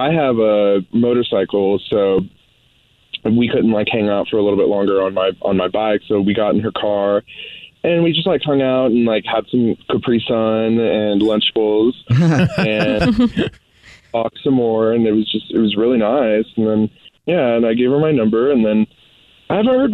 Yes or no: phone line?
yes